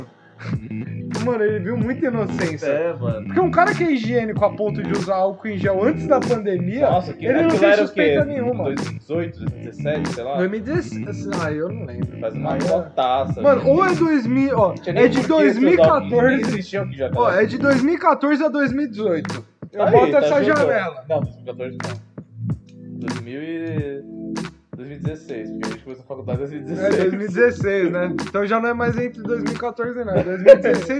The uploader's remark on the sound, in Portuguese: O ÁUDIO FICOU UMA MERDA MAS ESCUTA MESMO ASSIM